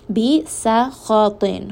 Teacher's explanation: seen is going to be light. Kha is going to be heavy. Ta is also going to be heavy. So make sure seen does not become heavy.